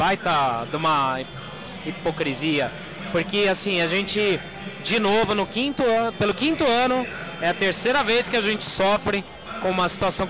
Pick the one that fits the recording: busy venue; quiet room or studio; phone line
busy venue